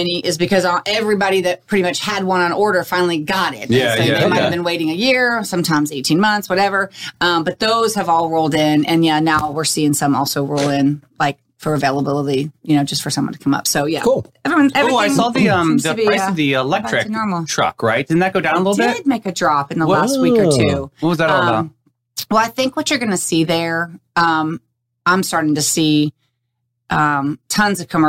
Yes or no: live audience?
no